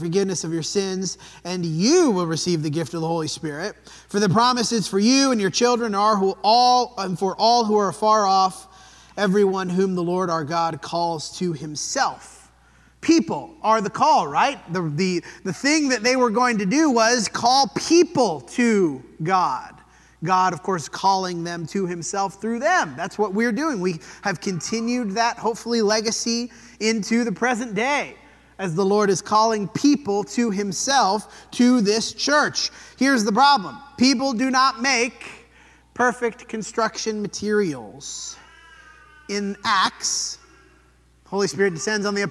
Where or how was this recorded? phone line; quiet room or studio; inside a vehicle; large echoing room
large echoing room